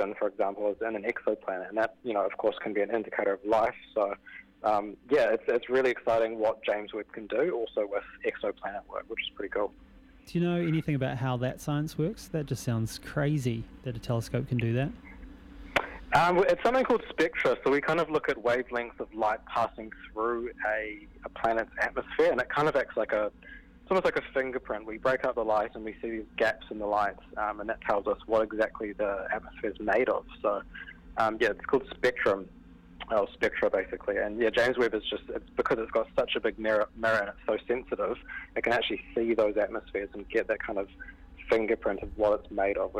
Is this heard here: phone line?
yes